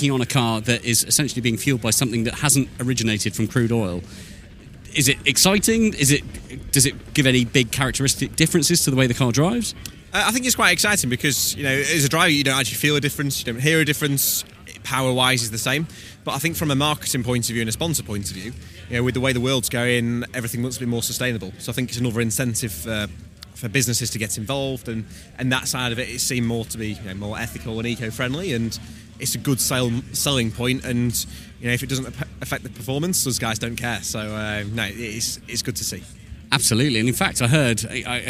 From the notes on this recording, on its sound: A feature-length podcast recorded at the 2023 Goodwood Revival Meeting. This feature-length episode also captures some of the many atmospheric sounds from the event and the hub of activity, the assembly area.